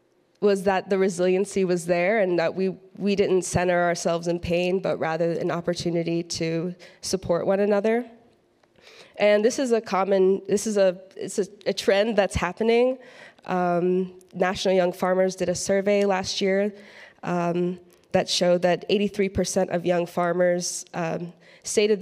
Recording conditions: live audience